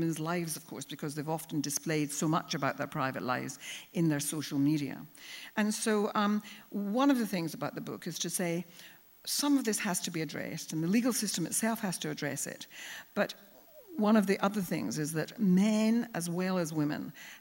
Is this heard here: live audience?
yes